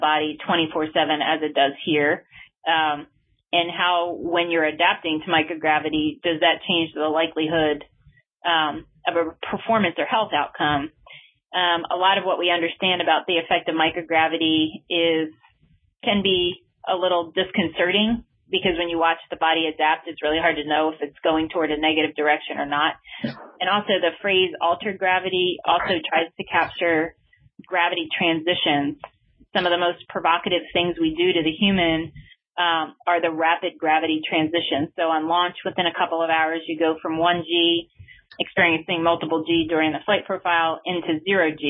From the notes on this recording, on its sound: This talk was featured on the August 14 Future In-Space Operations weekly teleconference.